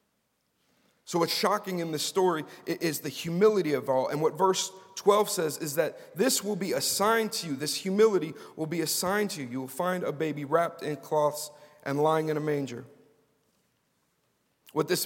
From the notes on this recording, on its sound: Was preached at Grace & Peace Fellowship in St. Louis, MO USA.